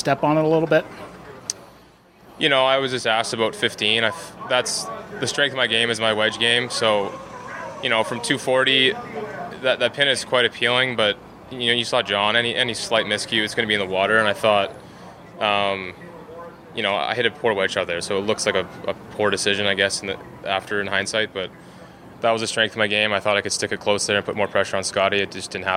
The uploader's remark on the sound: "LIVE" FROM THE WM PHOENIX OPEN